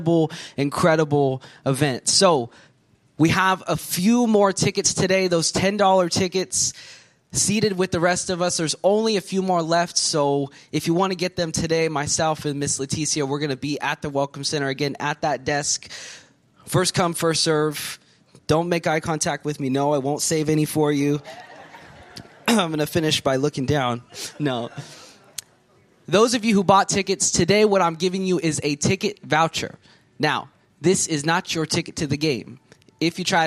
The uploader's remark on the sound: from the Sunday service on August 6, 2023 at Harvest Bible Church in Stockton, CA